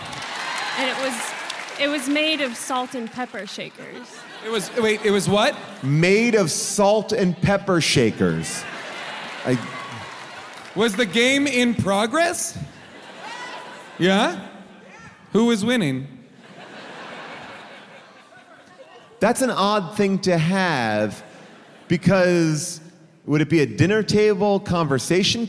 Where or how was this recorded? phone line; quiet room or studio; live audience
live audience